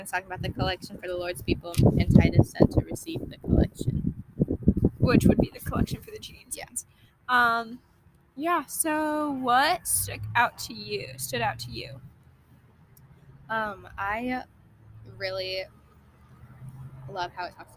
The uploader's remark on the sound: Cozy Convos in the Car.